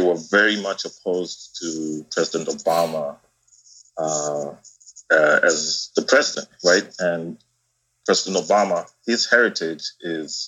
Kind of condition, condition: link, video call